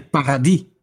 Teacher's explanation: They say paradis. They don't pronounce the S.